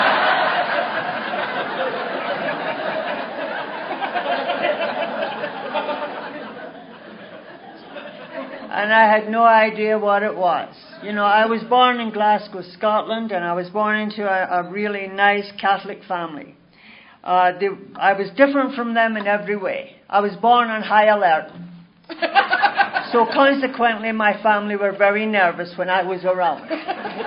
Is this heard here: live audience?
yes